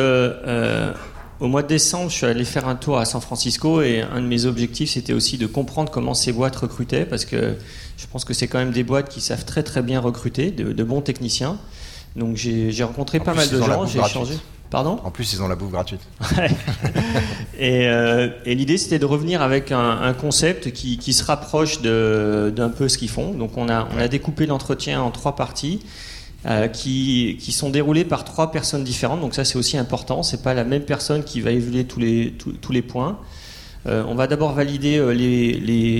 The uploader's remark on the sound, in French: En direct de Devoxx.